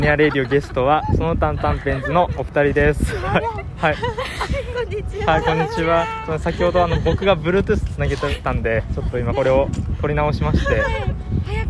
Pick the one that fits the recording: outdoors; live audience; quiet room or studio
outdoors